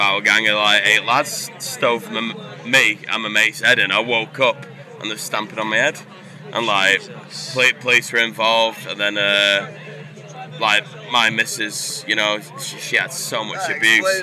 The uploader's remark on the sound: Live from Bloodstock 2023